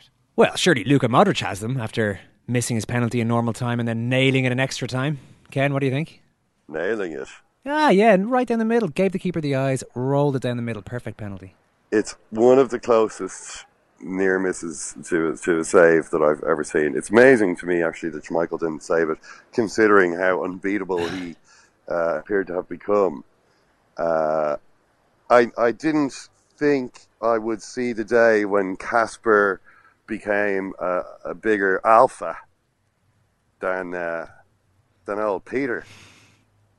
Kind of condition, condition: setting, outdoors